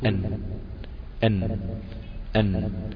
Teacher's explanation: وانت بتقول الحرف لسانك ارتفع، التصق التصاق كامل بمنطقة اصول الثنايا اللي هي منبت الاسنان يعني، فقفل المنطقة، فوضع طبيعي ان الهواء اللي جاي مندفع من الداخل او الصوت اللي جاي مندفع من الداخل رايح عشان يخرج، لقى بسلامتك قافل المنطقة بلسانك، فعمل ايه؟ · Term: حرف النون